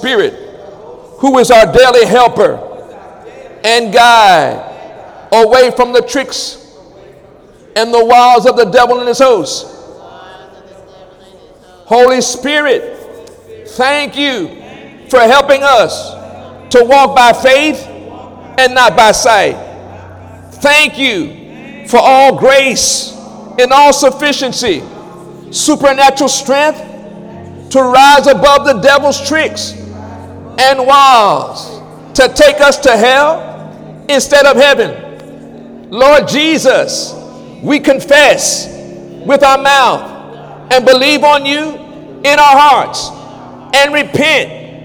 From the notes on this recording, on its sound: During Wednesday night service.